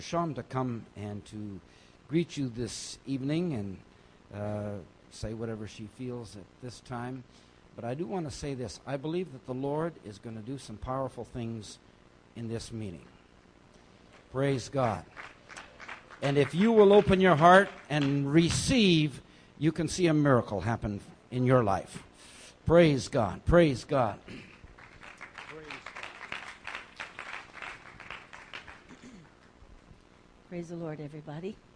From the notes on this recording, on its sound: message from Foundation Conference Friday evening 3 June